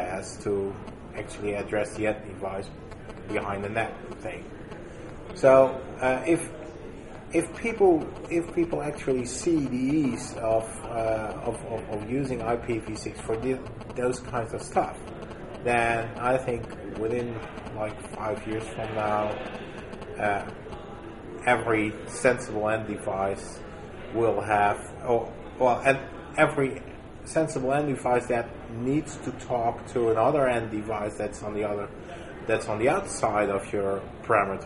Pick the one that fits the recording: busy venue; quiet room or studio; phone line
busy venue